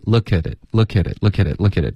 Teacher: 这个科特别软可是不会浊成一个歌的音